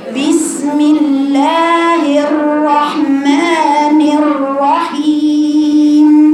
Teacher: الراء مشددة، اتنين راء فخمتين، ما تقولش بسم الله الراء، ليست إر إر إر، هي إر إر.